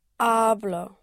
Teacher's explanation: you push down on the first syllable here · Term: present tense push